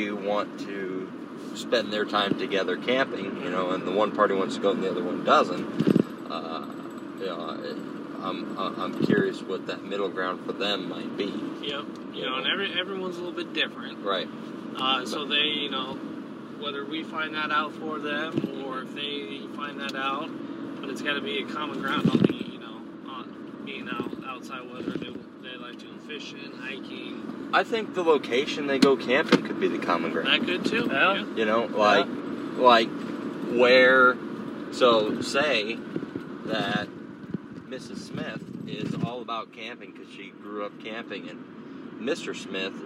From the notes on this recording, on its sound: One single iPhone recording a conversation on the way home from the Iowa State Fair.